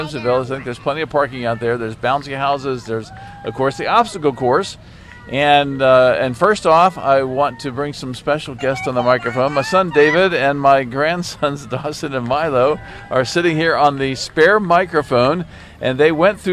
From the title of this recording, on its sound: Live at the Miracle Hill Kids Ninja Challenge